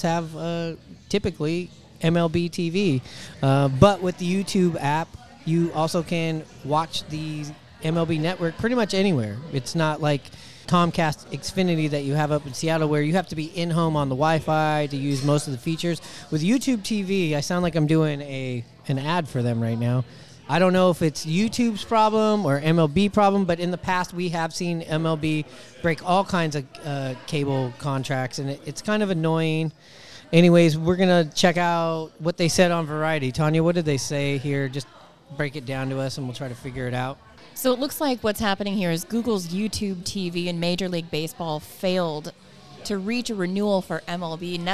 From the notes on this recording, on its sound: Recorded at Murphy's Pub in Wallingford!